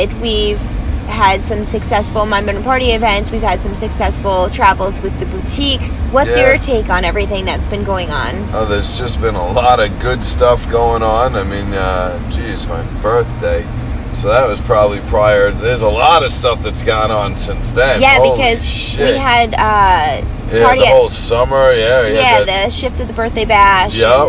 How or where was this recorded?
inside a vehicle